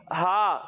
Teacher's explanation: और जब हम हा की अदायगी करेंगे तो इसे हम हलक के दरमियाने हिस्से से पढ़ेंगे।